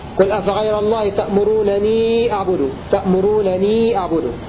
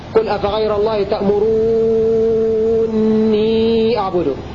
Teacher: وقرأ ابن عامر بنونين مخففتين مع قصر الواو · Shown in: first take